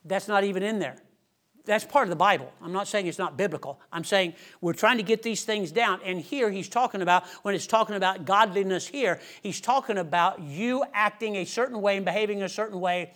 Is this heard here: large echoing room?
yes